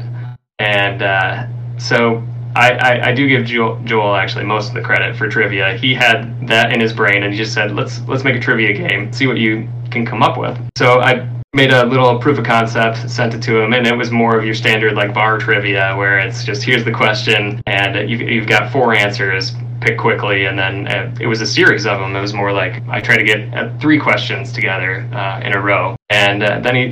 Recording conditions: poor sound quality